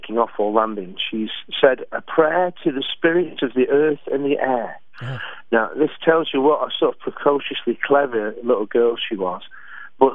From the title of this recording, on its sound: On the Phone